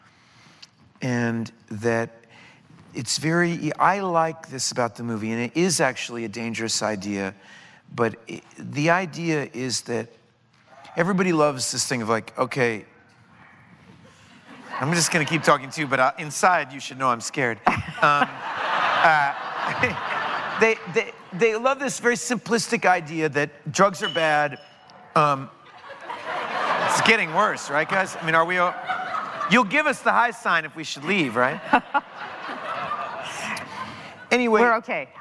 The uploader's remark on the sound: The conversation was recorded on Mar 17, 2016 in front of a live audience at New York’s 92nd Street Y.